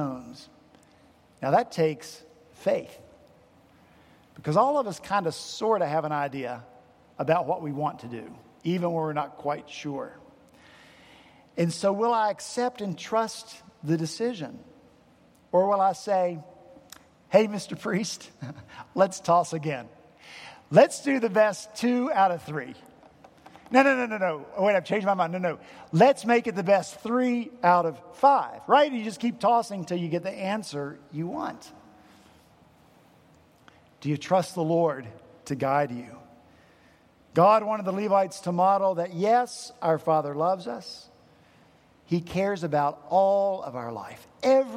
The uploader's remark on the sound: at Redeemer Presbyterian Church in Charleston, SC.